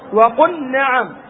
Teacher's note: أي أظهر اللام الساكنة في النون